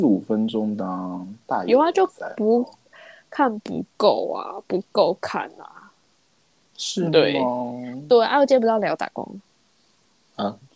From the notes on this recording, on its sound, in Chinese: 第一次使用遠端錄音，有點點的糊掉了，請大家稍稍見諒